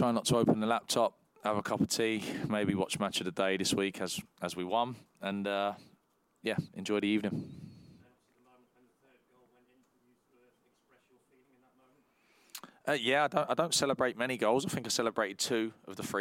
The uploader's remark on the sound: PRESS CONFERENCE